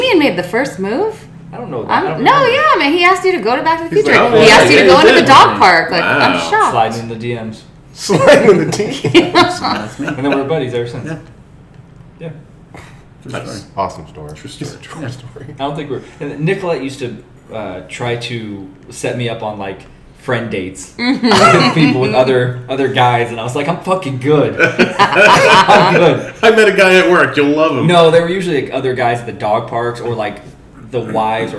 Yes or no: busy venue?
yes